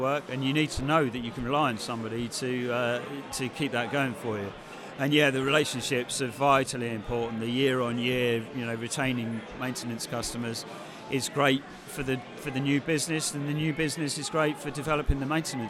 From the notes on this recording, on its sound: On December 12th 2019 we held the year’s final AVCF symposia series at 1 Wimpole St during the after party